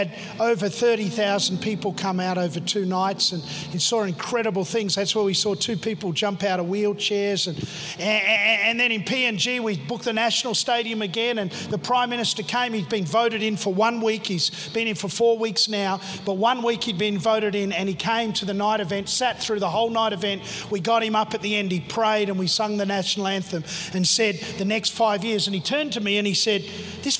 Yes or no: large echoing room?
yes